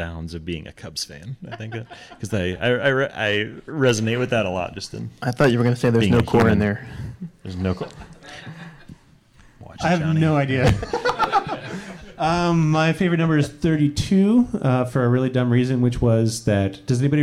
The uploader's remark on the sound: Live from the Baltimore Pen Show. Record an episode in front of a live studio audience at the Baltimore Pen Show. Since we were recording in front of an audience at a pen show.